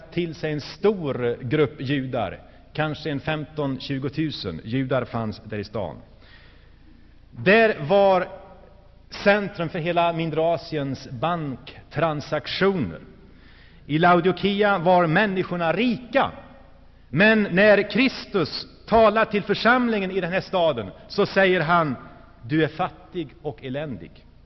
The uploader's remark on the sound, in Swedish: Inspelad i Saronkyrkan, G&#246;teborg 1985-01-20.